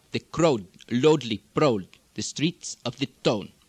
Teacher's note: Occasionally this ow diphthong will migrate slightly toward O.